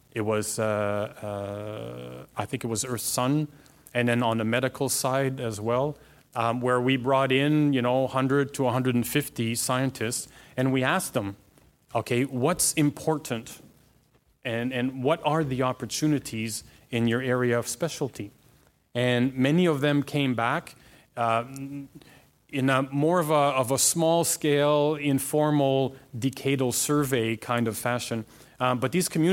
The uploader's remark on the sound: Surprised the audience at the CASI ASTRO 18 conference with his talk. The audience listened attentively.